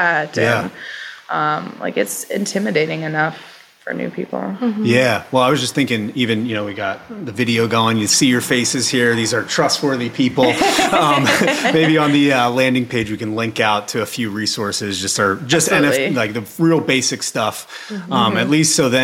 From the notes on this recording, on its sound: Live from NYC. This two-part episode recorded at NFT NYC.